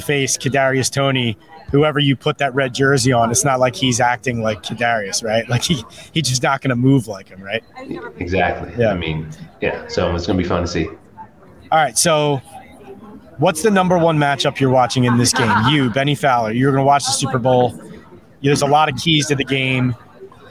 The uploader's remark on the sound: Hosts a Super Bowl LVII Eagles-Chiefs Preview from Media Row in Phoenix, Ariz.